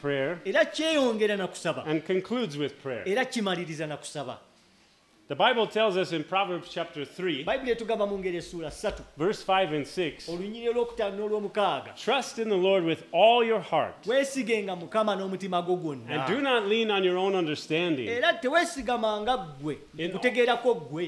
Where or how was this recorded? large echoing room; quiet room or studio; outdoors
large echoing room